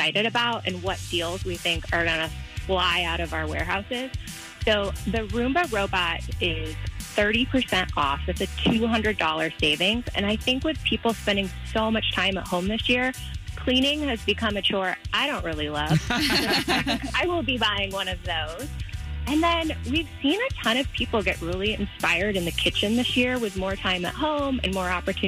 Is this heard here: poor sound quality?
no